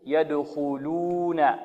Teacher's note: والخاء هنا مفخمة، الخاء من حروف التفخيم